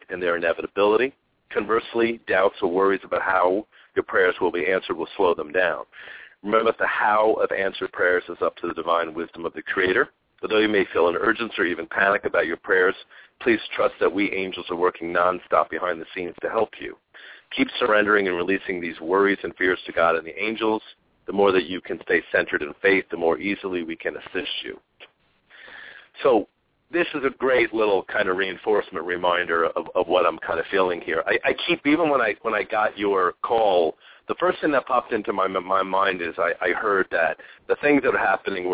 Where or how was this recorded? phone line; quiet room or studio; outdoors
phone line